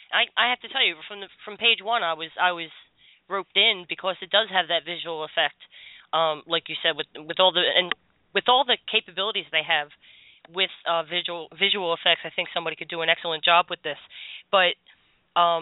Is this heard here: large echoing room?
no